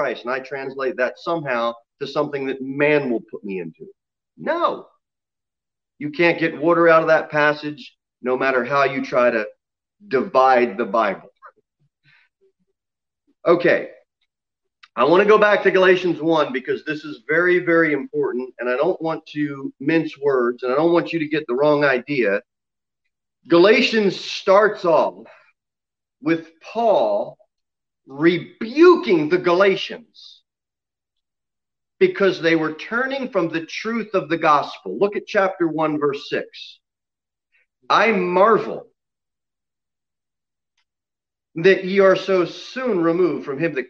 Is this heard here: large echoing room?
yes